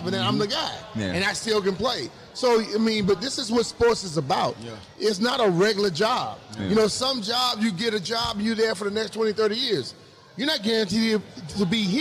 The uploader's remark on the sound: LIVE from the Commanders fan rally in Boston